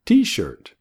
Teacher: T-shirt, poniendo el énfasis en T, la primera palabra.